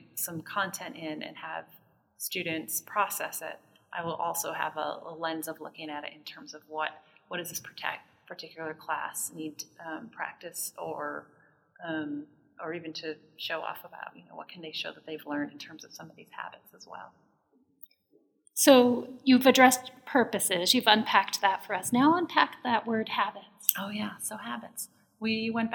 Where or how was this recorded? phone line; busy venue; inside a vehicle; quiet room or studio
busy venue